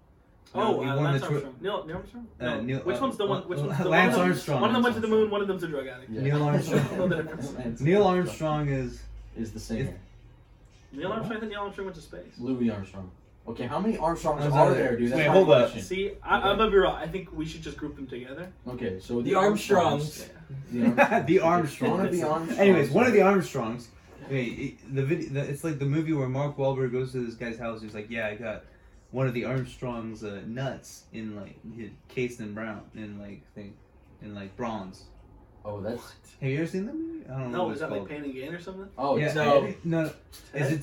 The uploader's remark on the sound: This episode is also known as the technical difficulties episode, our mic audio got deleted and the camera kept dropping.